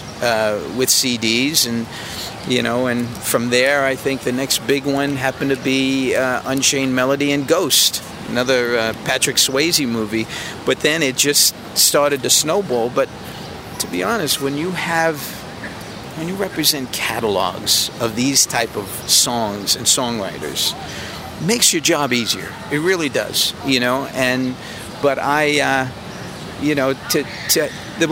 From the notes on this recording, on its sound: In New York City. We are taking a walk at Greenwich Village in Washington Square Park.